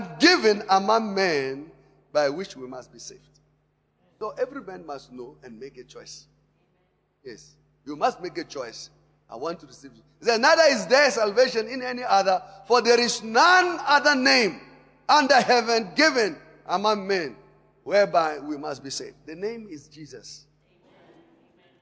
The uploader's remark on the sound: Preached at Emmanuel Christian Church, Arcadia Campus On the 07th of September 2018.